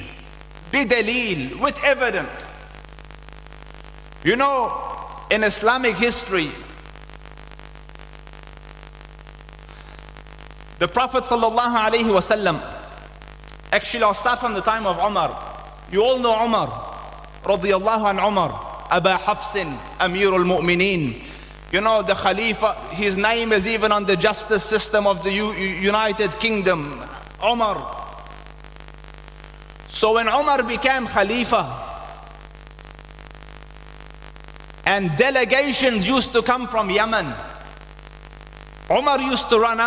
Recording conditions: large echoing room